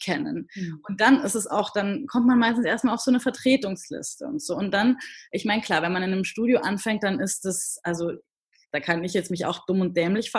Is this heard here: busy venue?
no